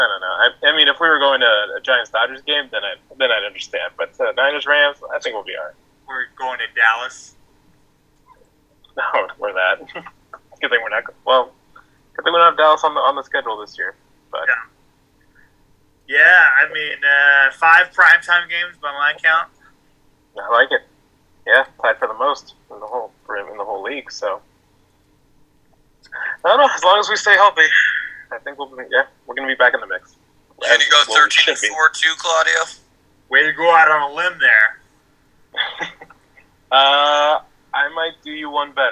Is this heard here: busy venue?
no